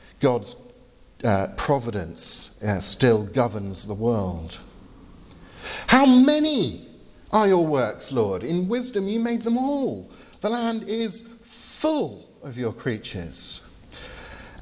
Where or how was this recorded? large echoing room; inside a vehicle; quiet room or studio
large echoing room